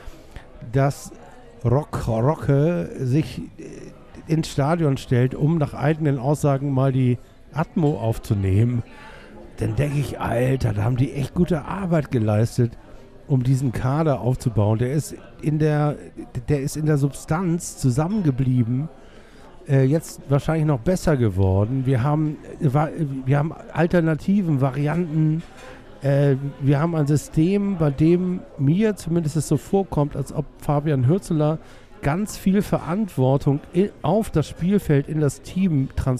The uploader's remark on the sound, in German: Live aus er Taverna Plaka in der Schanze.